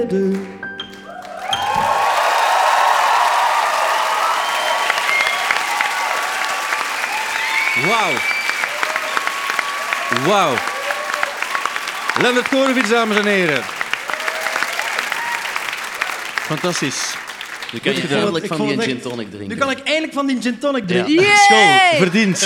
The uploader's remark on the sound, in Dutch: De Popcast van het jaar live in AB